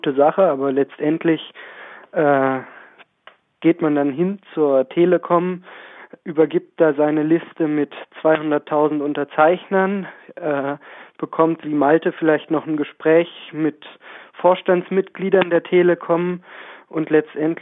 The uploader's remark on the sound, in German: zugeschaltet per Telefon